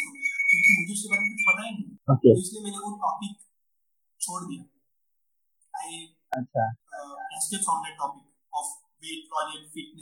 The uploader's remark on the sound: This is extracted audio version of a live session chat. Since it's online recorded ,some minute glitch were still on board.